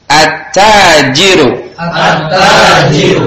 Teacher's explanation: lamnya tidak dibaca. Langsung masuk kepada huruf syamsiyahnya.